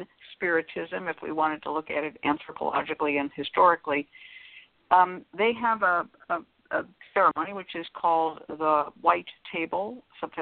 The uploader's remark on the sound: a real, live call-in show